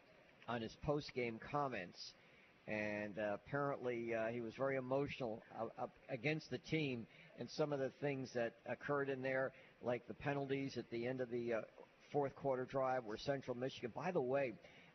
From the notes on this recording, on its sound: Live from Wingfingers!